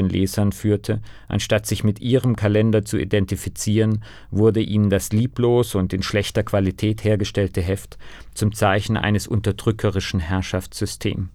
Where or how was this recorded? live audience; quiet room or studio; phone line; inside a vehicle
quiet room or studio